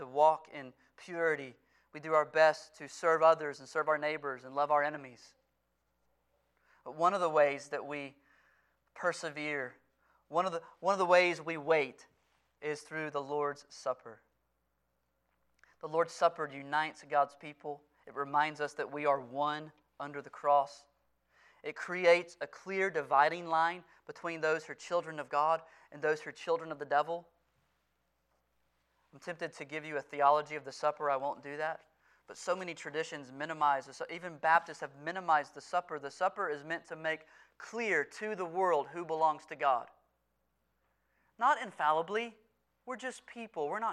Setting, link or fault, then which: setting, large echoing room